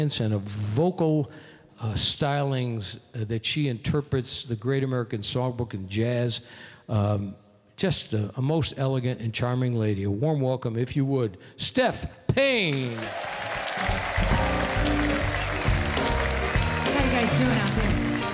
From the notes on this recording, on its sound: Live at the South Point Casino